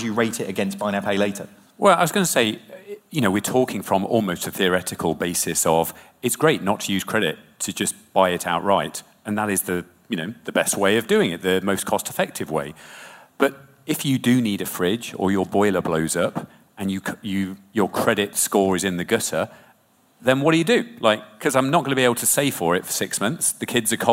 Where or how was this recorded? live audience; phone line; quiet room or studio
live audience